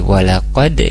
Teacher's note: Diawali dari walaqad, di sana ada huruf dal sukun, kol-kola, jangan lupa untuk dipantulkan